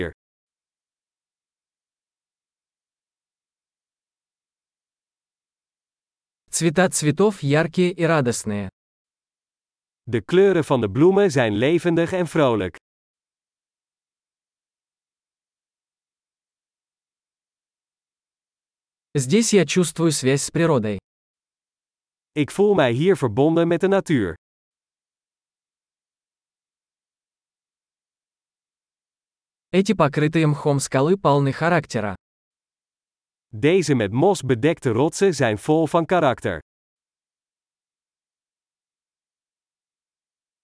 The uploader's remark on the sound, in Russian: Шум журчания ручья оказывает лечебное воздействие.